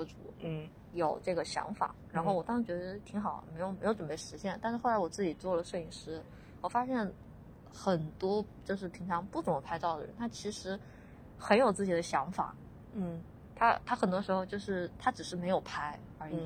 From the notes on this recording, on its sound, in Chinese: 因为户外录制的这期，请注意很有可能听到风声车声人生狗叫各种杂音，调音新手的降噪处理不是很成功还请见谅。